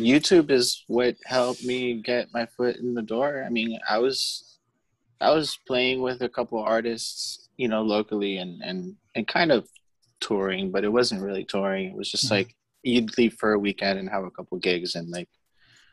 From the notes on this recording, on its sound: (via Zoom).